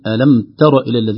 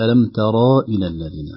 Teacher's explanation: الراء مقصورة الحركة وليست ممدودة الحركة · Shown in: first take · في الراء لأنها محذوفة الألف المقصورة اللي هي مرسومة بالياء هكذا سبب الجزم ألم، فنقول ألم تر إلى الذين وليست ألم ترى إلى الذين، هي أصلها ترى لكن جزمت فحذفت الألف المقصورة.